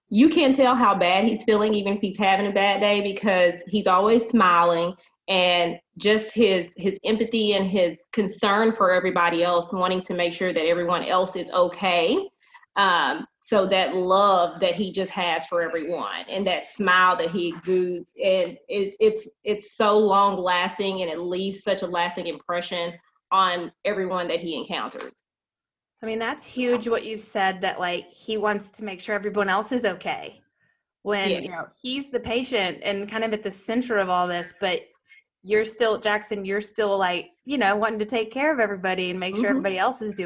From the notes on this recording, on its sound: This time we Zoom with a special young man